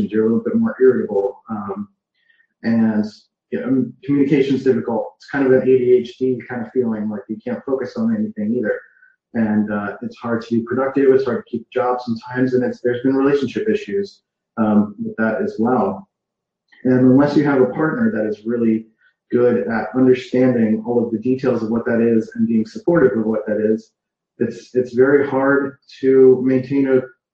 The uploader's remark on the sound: on a Facebook Live in her group Passion + Action